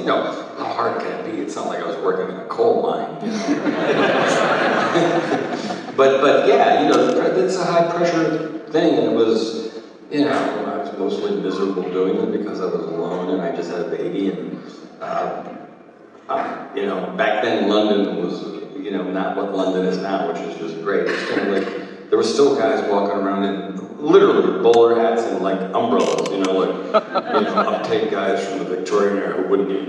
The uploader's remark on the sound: ALAMO CITY COMIC CON. Recorded the Q&A panel, shared here, in full, for the very first time.